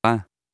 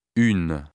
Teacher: the masculine words in the first column contain nasal vowels, whereas the feminine words in the second do not